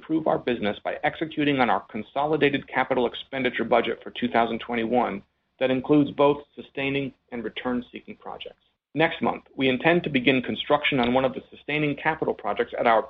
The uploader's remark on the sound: Alcoa’s second-quarter conference call